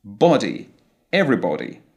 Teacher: the British would pronounce a closed O sound. Body, everybody.